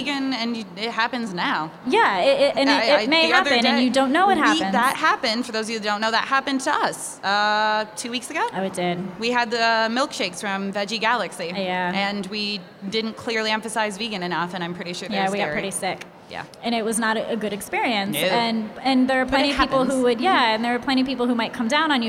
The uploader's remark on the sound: Live at Hudson Valley Vegfest! We're going live with our very first in front of an audience of humans recorded episode.